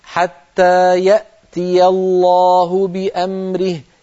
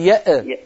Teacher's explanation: اهتزت الهمزة فصارت مقلقلة · Shown in: second take